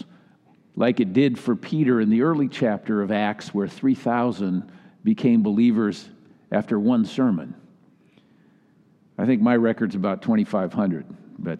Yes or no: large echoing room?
yes